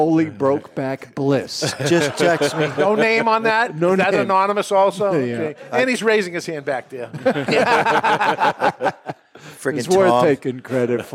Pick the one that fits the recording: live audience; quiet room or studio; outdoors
live audience